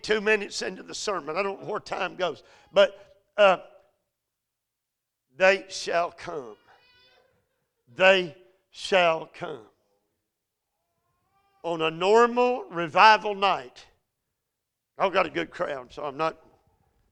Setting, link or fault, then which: setting, large echoing room